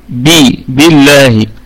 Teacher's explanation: ولام لفظ الجلالة مرققة لأنها مسبوقة بحرف الجر باء، حرف الباء والكسرة، الباء دي مكسورة، بي بالله، فيبقى عندنا لام لفظ الجلالة مرققة.